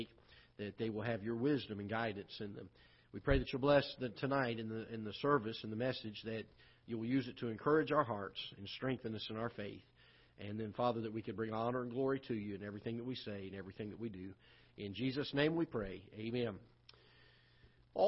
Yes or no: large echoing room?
yes